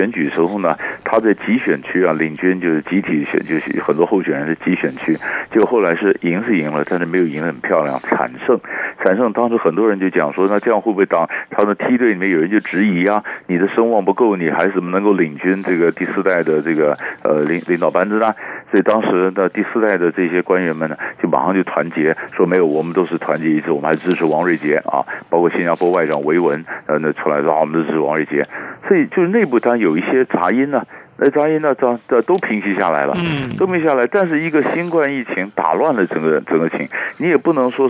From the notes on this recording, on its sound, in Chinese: 連線訪問